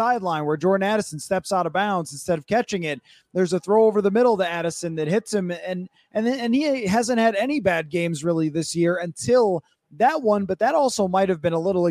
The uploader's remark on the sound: Live from Circa Las Vegas